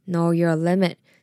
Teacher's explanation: Know your limit 这三个字声调逐渐往下，然后停